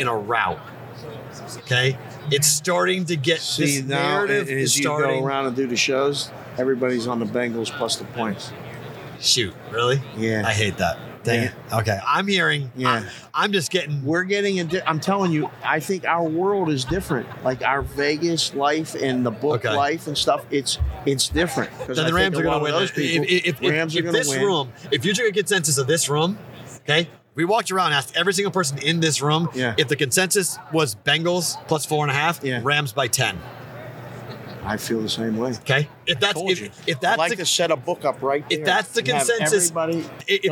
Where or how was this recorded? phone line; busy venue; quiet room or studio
busy venue